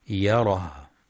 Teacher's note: والوقف على الهاء بالسكون مع بيان صفة الهمس